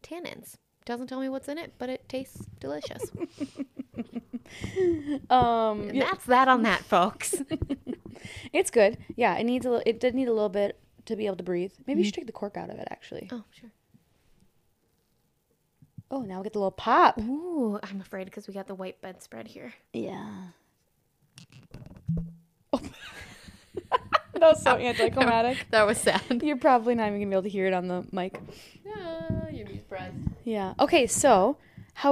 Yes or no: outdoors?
no